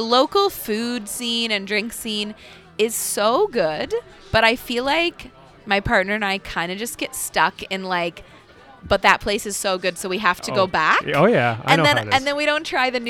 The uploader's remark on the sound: Broadcast live from Grand Trunk Saloon in Downtown Kitchener.